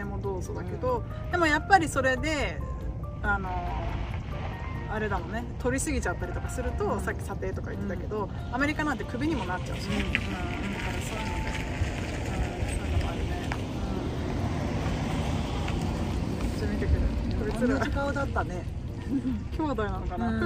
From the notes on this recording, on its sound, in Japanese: 今回のエピソードは屋外で緊急収録したため雑音が非常に多いです。そのレッカー車待ちの間に緊急収録をする運びとなりました。